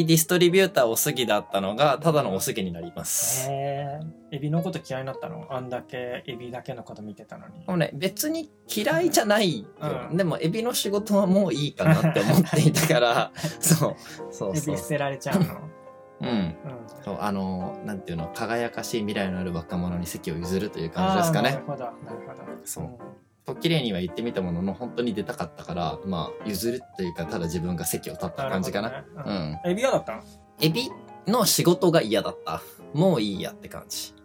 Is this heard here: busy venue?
no